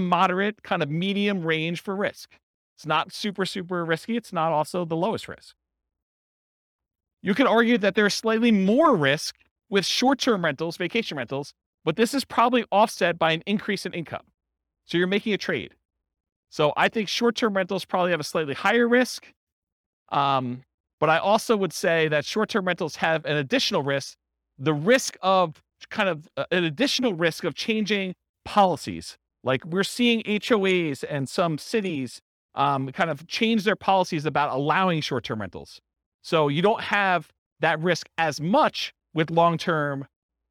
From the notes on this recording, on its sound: This was a live class recorded